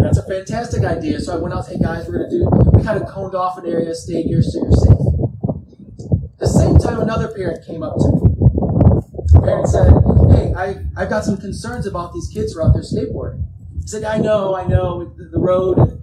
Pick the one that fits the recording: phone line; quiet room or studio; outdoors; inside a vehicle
outdoors